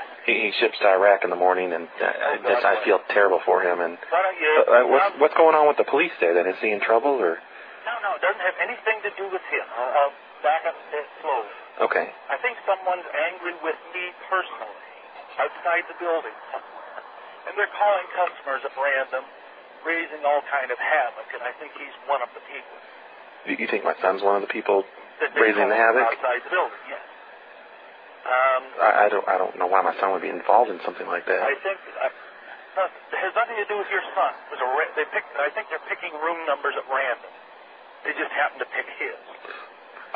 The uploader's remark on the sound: RBCP's Personal Prank Phone Calls Collection